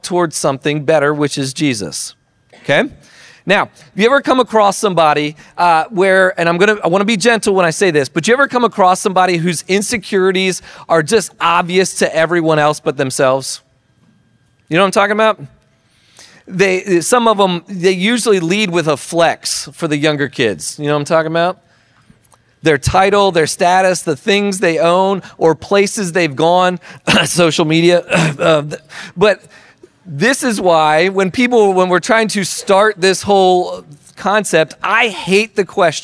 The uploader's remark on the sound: Recording of Sunday gathering